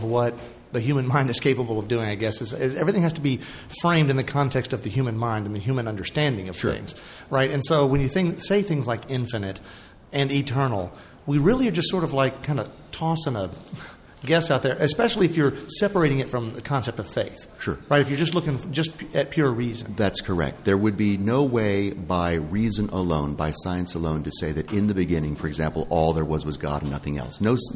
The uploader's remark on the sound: Our final show from the luxurious corner booth of the French Catholic Cafe this year